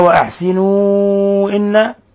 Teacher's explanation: مد منفصل يمد من 4 إلى 5 حركات